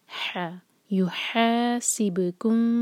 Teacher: با پر قلقلہ اور ہا حلق سے